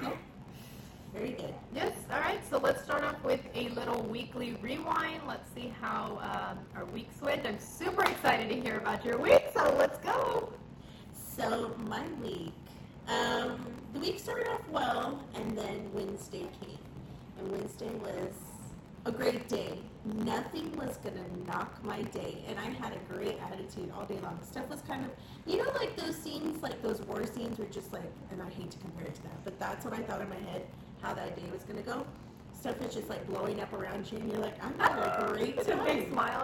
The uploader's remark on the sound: Great podcast but the audio got messed up.